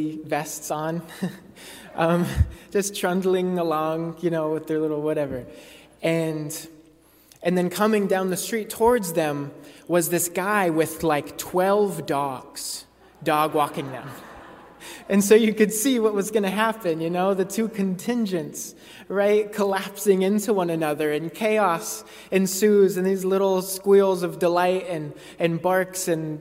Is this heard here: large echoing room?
yes